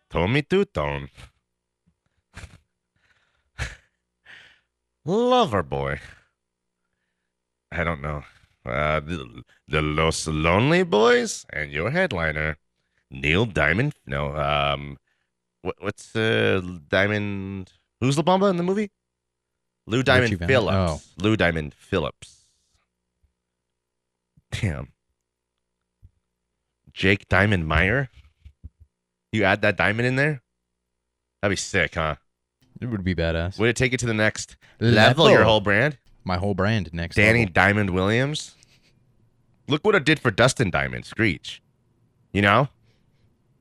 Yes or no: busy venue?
no